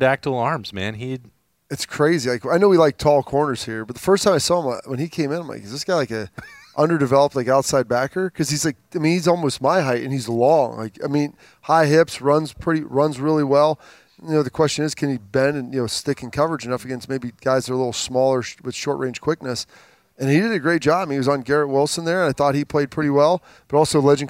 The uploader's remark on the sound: Lettermen Live is back at Roosters to break it down. As always, Lettermen Live is hosted by Roosters on Olentangy River Road in Columbus.